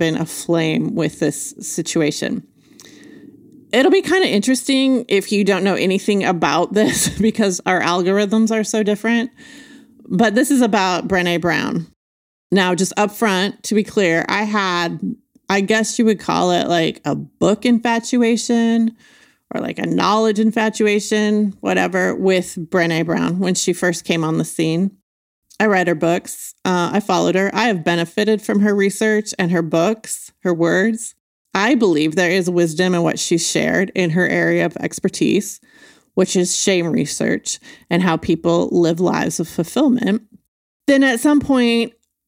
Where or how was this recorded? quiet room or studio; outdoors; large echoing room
quiet room or studio